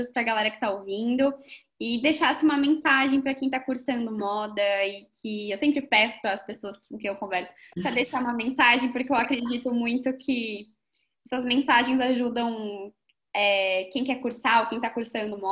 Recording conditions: video call